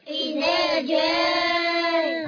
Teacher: جيم فتحة ألف مد متصل يجب أربع أو خمس حركات